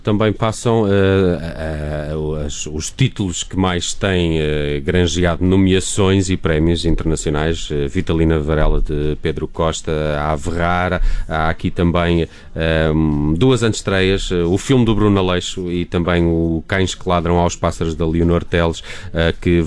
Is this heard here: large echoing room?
no